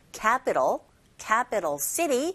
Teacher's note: 캐피탈이 틀린 발음은 아니지만 원어민들이 주로 모음과 모음 사이에 자리잡고 있는 T 사운드를 R 소리에 가깝게 들리게 발음을 하거든요 · Term: 플랩 현상